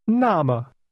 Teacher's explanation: in that case, or then, using 2 falling tones.